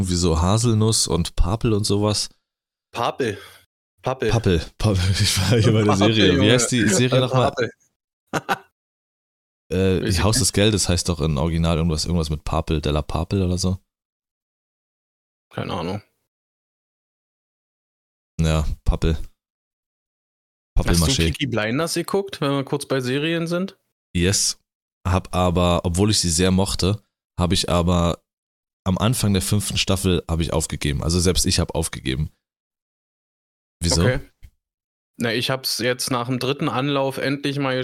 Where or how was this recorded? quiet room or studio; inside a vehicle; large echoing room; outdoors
quiet room or studio